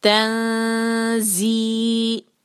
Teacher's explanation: کسرہ کے بعد یا ساکن ہے تو مد تبعی تو ہم اس کو دو حرکہ کھینچیں گے